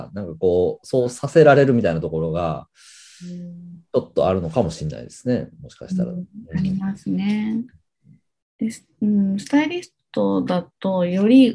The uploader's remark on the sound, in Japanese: 本編は2022年1月27日に「Zoom」を使用して収録されました